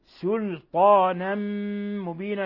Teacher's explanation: تنوين فتح جاء بعدها الميم إدغام بغنة، ثم الوقف على تنوين الفتح من مبينا بالألف مد عوض مبينا.